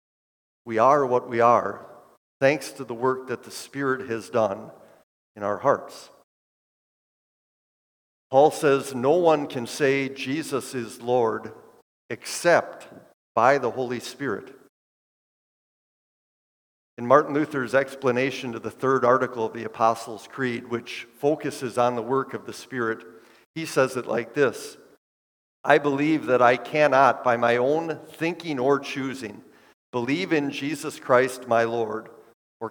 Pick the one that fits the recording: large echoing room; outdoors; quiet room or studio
large echoing room